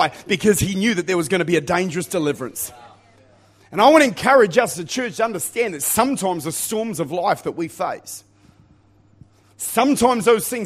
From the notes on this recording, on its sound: Recorded at Lifepoint Church.